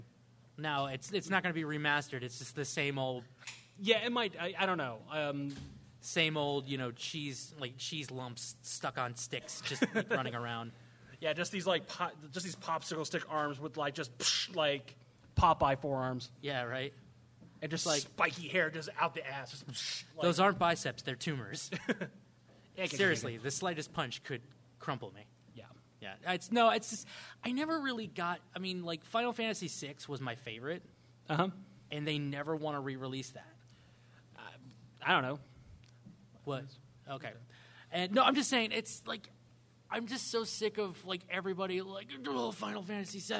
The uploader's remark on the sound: we're recording live from the Baltimore Podcast Festival 2018!